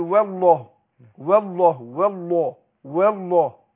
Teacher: أرقق الواو وروح داخل على تفخيم اللام أقول والله والله والله والله كده.